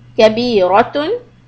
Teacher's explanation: The ra, keep the ra heavy but short.